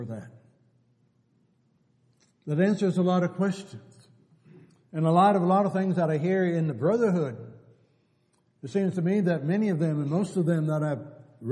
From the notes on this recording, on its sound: Downtown Church Of Christ Audio Sermon